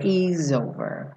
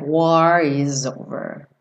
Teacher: O S do is ganha um sonzinho de Z